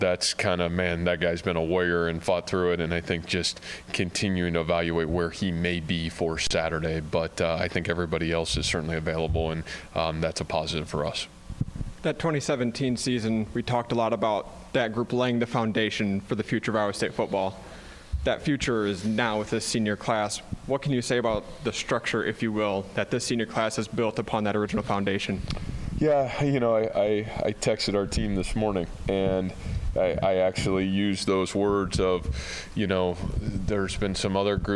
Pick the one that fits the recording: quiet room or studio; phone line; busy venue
busy venue